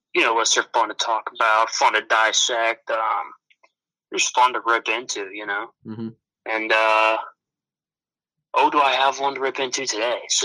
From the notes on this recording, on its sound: Over the phone.